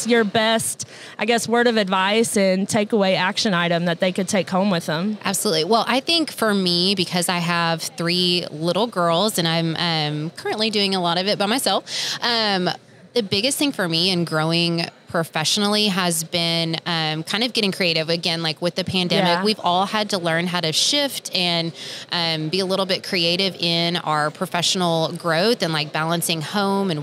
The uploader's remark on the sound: NATDA Live Episode. Episode recorded at NATDA!